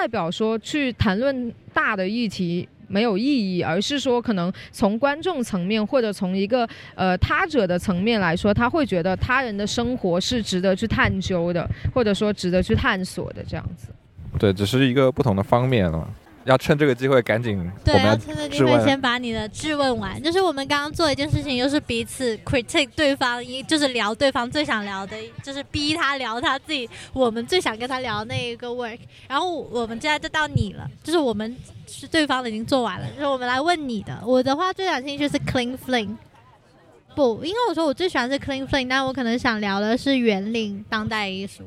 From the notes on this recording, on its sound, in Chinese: 上周末（3月20日与21日）一树Arbre在深圳华侨城创意园的T街摆摊。三位主播也在现场做了一次录音，介绍和讨论现场售卖的商品。户外录音挺有趣的。